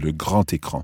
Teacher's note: So grand, when it's followed by a vowel, has a T sound, le grand écran. · Term: liaison